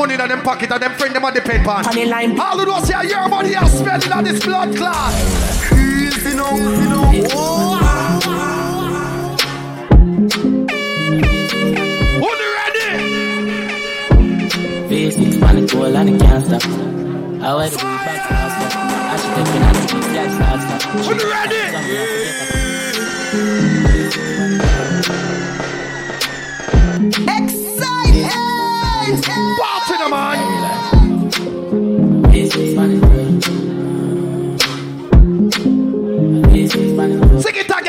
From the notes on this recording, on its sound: LIVE at AFTEEZ.